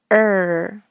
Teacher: 舌尖上翘不要把舌尖顶到上颚，不要碰到上颚